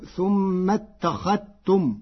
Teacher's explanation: قرأ ورش كلمة اتخذتم بإدغام الذال في التاء فتصير ثم اتخذتم، والإدغام والإظهار لغتان عند العرب.